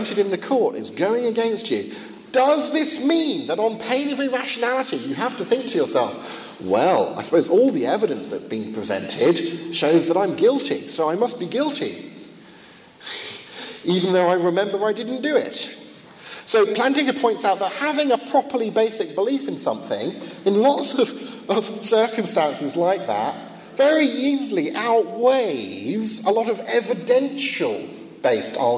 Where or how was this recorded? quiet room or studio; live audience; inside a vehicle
live audience